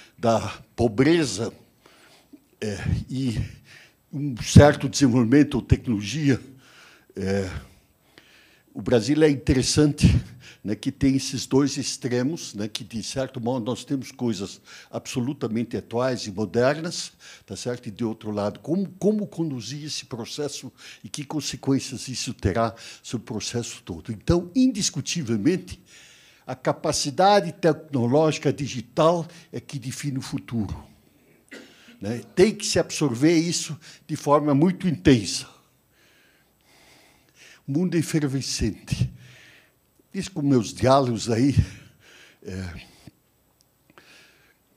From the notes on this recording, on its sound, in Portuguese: Este é o áudio da Palestra Magna. No V SEMINÁRIO ABQ QUALIDADE SÉCULO XXI - A Era da Transformação, em 2018.